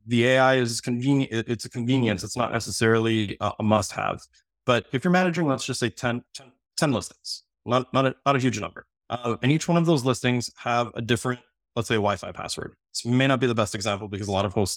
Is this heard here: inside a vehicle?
no